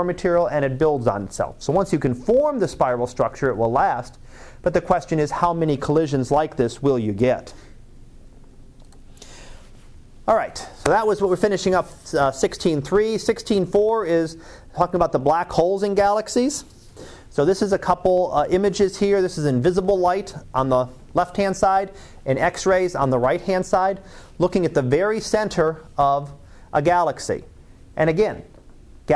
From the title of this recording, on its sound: Live Class Lecture